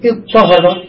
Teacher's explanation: قال ومن طهر نقول اضطهر، من طهر نقول اضطهر، ثم هنا يجب الإضغام لأن الطاء والطاء متشابهتين في المخرج وفي الصوت، فنضغم الحرفين معا لاجتماع المثلين في كلمة والأول منهما ساكن.